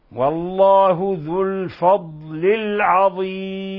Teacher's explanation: حرف استطالة، يعني نضغط عليه قليلا ونحاول أن نظهر صفة الاستطالة في حرف الضاد. والله ذو الفضل العظيم، ولفظ العظيم هذا مد عارض للسكون حالة الوقف عليه.